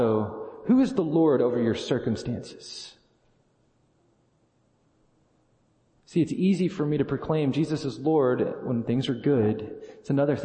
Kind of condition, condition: setting, large echoing room